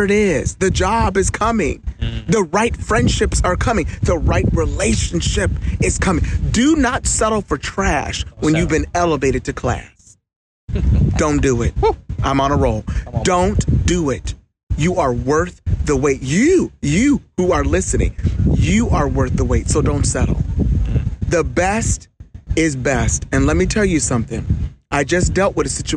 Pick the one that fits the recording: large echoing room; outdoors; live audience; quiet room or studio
outdoors